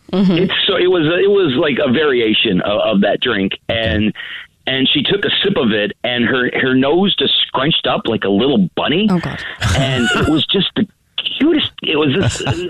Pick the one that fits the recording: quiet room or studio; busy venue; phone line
phone line